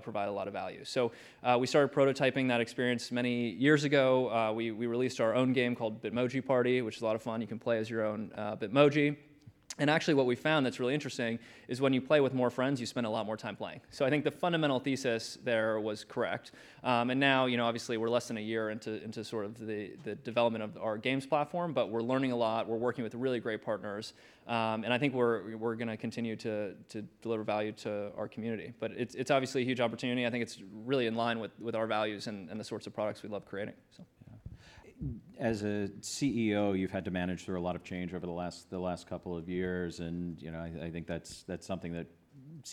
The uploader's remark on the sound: This episode was recorded at the 2019 Goldman Sachs Research Communcacopia Conference.